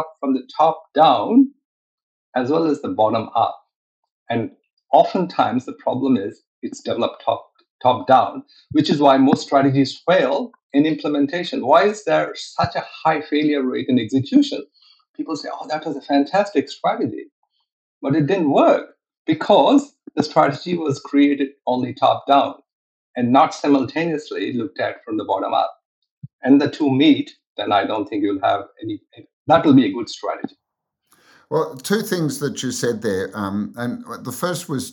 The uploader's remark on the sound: Recorded on RiversideFM.